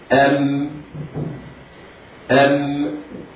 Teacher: تجد أن الشفتين قد انطبقا عند نطق الميم · Term: انطباق